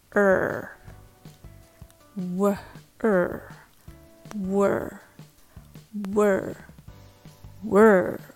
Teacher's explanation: it starts with W sound like this, and then schwa sound, uh w, w, and then finish it with the R sound.